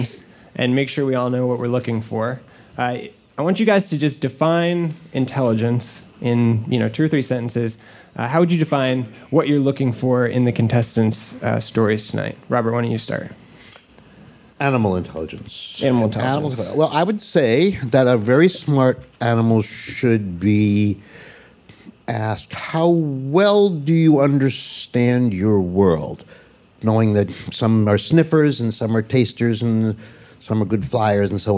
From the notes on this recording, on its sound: It’s a live game show. It was recorded as a live show back in May 2019 at the Greene Space in New York City.